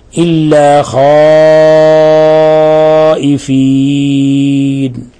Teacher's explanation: فهذا المد مد متصل، واجب المد، يمد من 4 إلى 5 حركات، وإذا كان متطرفا موقوفا عليه إلى 6 حركات.